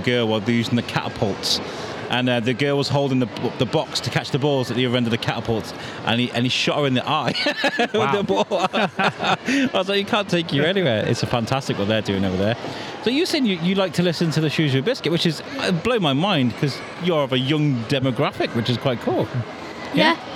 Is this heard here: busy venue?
yes